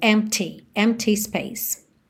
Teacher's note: O P é mudo, tá? E o T é marcadinho.